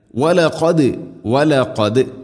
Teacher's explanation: ദാലിനെ ശരിക്കും കേൾക്കണം, കലക്കല ചെയ്യണം